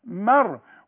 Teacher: الراء بقى اللي عليها السكون افخمها مدام قبلها مفتوح